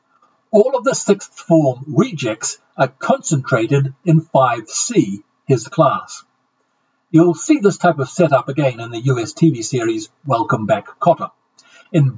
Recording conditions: poor sound quality